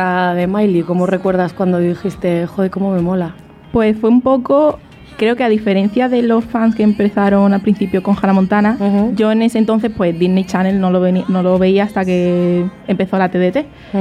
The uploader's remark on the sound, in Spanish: Un programa especial ese mismo día desde el fòrum.